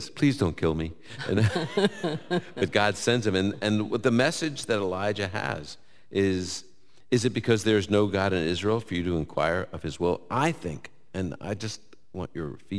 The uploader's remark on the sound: Live from Indianapolis. He’ll take questions from our live audience.